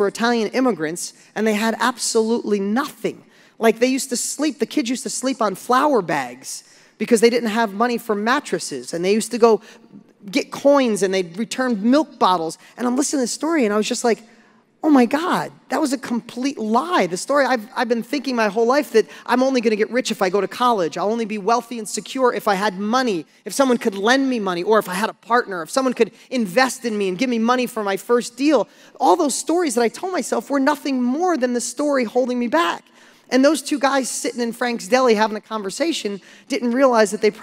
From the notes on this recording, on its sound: Listen to this lesson I gave on stage a few years back